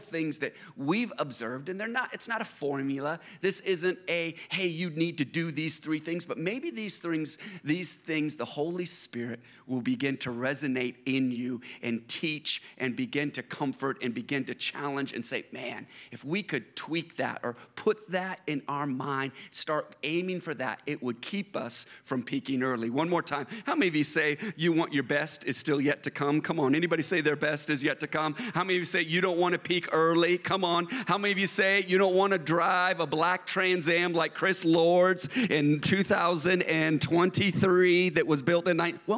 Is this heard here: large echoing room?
yes